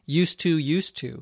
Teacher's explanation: The D and the T sounds come together as one.